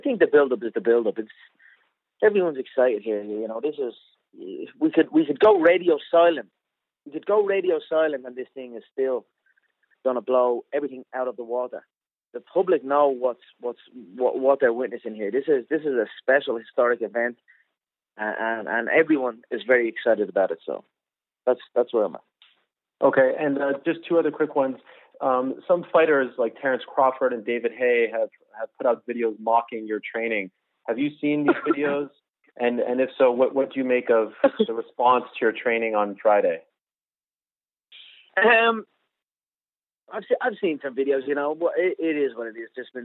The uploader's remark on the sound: On a conference call.